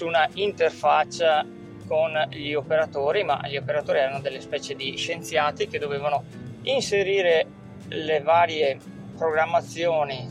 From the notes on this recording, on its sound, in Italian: registrazione del podcast muovendomi in auto